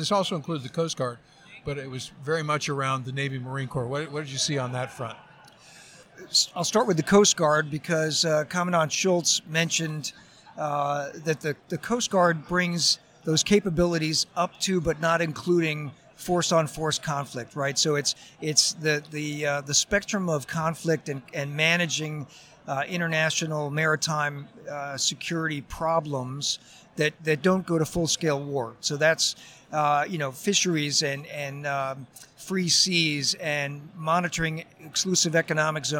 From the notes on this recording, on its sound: Review the action live from #WEST2020 in San Diego.